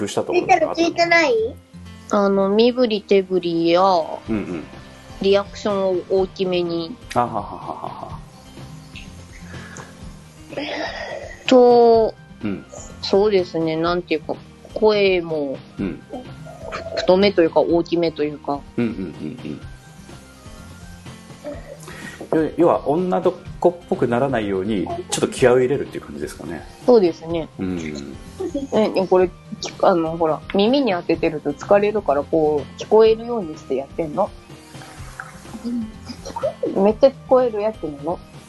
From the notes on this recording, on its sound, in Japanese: 生活感あふれる収録。